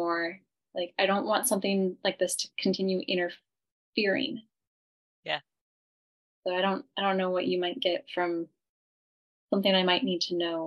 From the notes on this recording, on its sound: Welcome to the Psychic & Metaphysics Free-for-All, a Spiritual Insights online event previously recorded on Zoom. Live calls are Not taken.